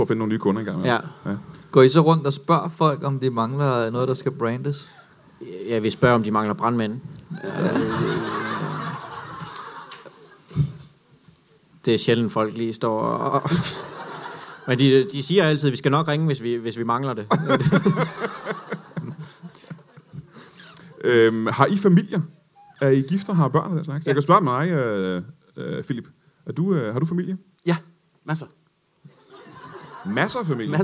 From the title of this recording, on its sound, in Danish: LIVE fra Comedy Zoo Aarhus